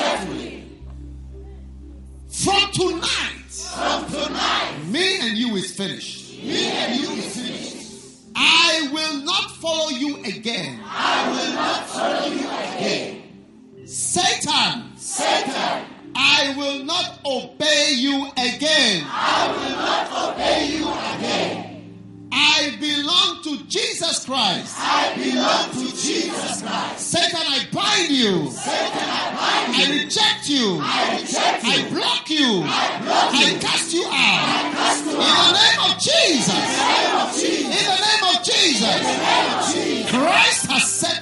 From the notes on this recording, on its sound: Preached at a Healing Jesus Campaign in Gaborone, Botswana